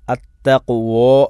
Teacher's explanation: അത്തഖ്വോ എന്നാകുമ്പോൾ അതിൻ്റെ തഫ്ഹീമായി പോവുകയാണ്